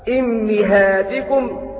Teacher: وأما حمزة قرأ بكسر الهمزة والميم معا فيقرأ هكذا إمهاتكم في المواضع الأربعة إمهاتكم.